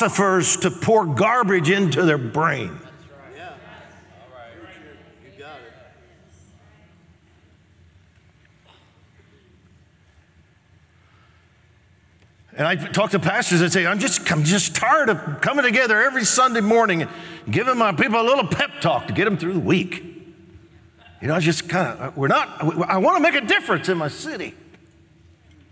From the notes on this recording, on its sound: Recorded live on 7/19/20